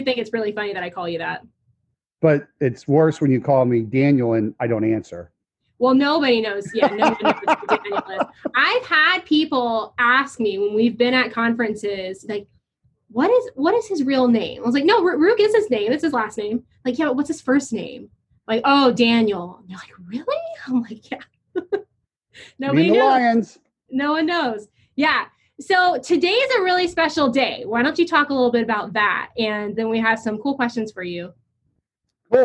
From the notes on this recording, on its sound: Today’s episode was filmed in front of a virtual audience, more specifically The World Dominating Alliance members.